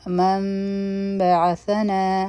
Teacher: پا اقلاب کی د نون ساکن آواز میم ته بدلیږي ځکه چې د نون ساکن نه پس باراشي